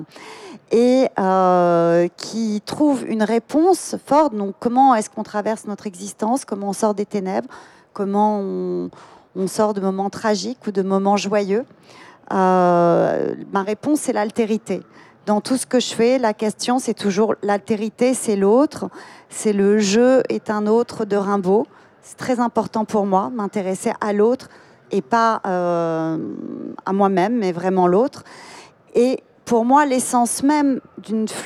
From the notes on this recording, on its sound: A series of four live round tables that took place in the art fair artgenève in early March 2022. This episode is part of a series of four live round tables that took place in the art fair artgenève in early March 2022. They took place in French.